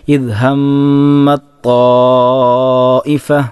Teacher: താഇന് ശേഷം ത്വാ വന്നു കഴിഞ്ഞാൽ അവിടെയും ഇദ്ഗാം തന്നെ ചെയ്യണം, ചേർത്തി ഓതണം.